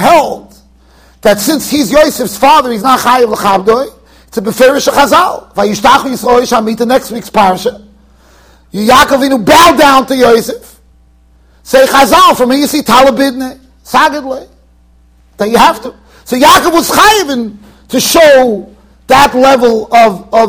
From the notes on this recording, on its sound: Shiur recorded in Yeshivas Ohr Reuven, Monsey NY.